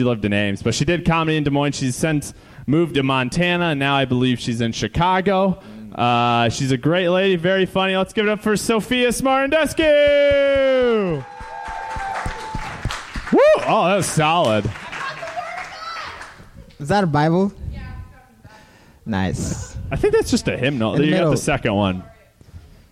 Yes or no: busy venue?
yes